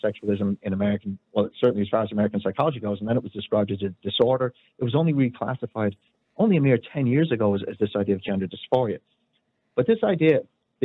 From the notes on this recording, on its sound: opens the phone lines to callers